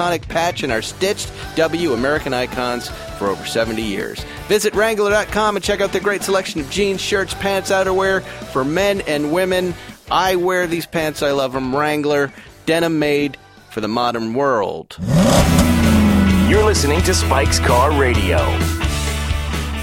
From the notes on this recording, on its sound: coming to you LIVE form the Pebble Beach Concours